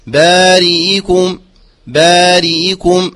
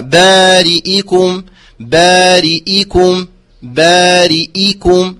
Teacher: أما في رواية حفص يقرأه بالتحقيق إذن لابد من إخلاص الكسر في الهمزة وتبيين ضمة الكاف · Shown in: second take